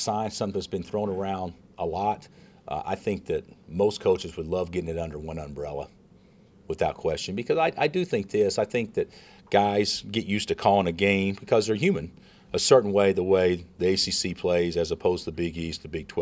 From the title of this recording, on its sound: Press Conferences & Post-Game Interviews